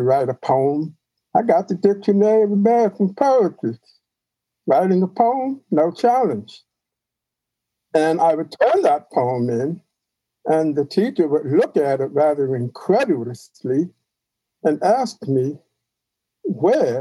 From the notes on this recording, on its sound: By Zoom.